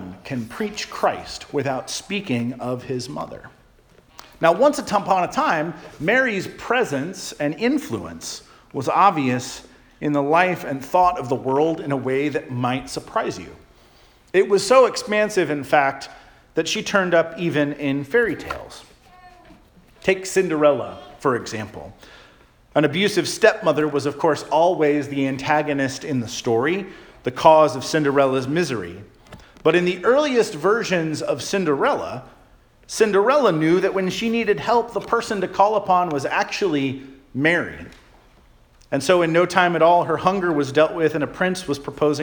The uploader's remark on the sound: Charles Anglican Cathedral, Bremerton, WA.